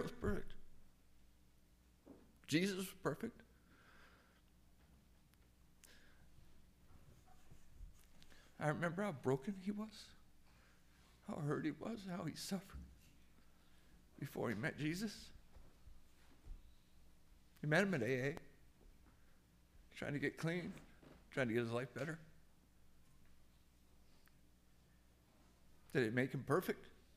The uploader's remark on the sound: This is the audio from a memorial service